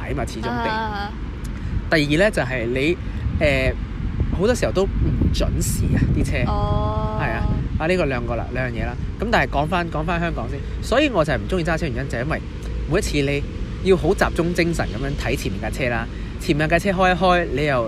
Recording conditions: background noise